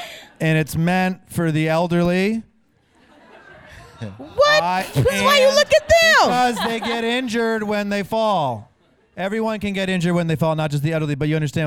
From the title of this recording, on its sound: The Daily Show Correspondents' 92nd Street Y Panel